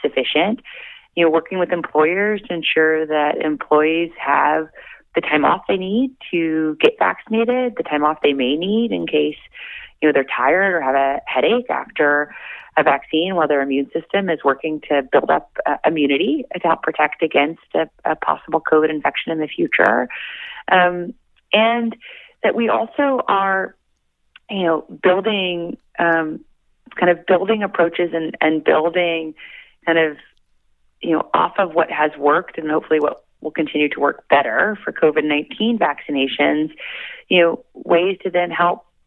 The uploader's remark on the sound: called in for a chat